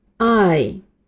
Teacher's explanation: 大家好，我是大木英语的 J 老师，欢迎加入我们的英语学习计划。今天我们继续学习英文字母，上节课我们已经学习了七个，先从头到尾复习一下，请大家和我一起读一遍。 A B C D EF G 好的，下面开始今天的学习内容。今天我们往下继续学七个字母，这七个字母有六个都是容易读错的，请大家注意留心。在学习字母之前，请大家先看一下文本里给大家列出的字母表，字母表里列出了字母的手写体和印刷体，还标记了容易读错的字母，请大家先熟悉一下字母的写法，我们再来开始学读音。来看第一个字母，汉语拼音里的字母呵，这个字母在英文里读作 H，它是一个非常容易读错的字母，有人读作 H，还有人读作 H，这都是不对的，尾音 Ch 发音要轻一些，不要和我们说普通话一样那么强调吃这个音，请大家再和老师读一遍 H。第二个，汉语拼音里的字母一，这个字母在英文里读作 I，读音类似我们普通话里爱情的爱，但是它的发音要相对的长一些，它是由两个音组成的，第一个音 O，第二个音 I，两个音连起来念一下 I。